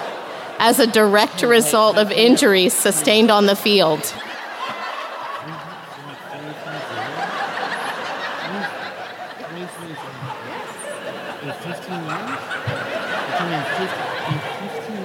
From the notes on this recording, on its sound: This week’s episode is the LIVE show from Columbus, OH!